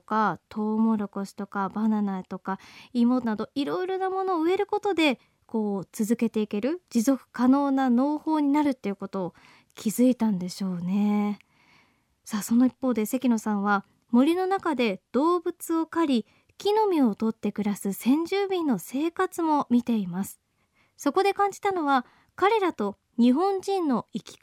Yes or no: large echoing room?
no